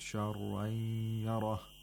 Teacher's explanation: This is again idgham al ghunna of nun sakina into the letter ya, which is ma'al ghunna.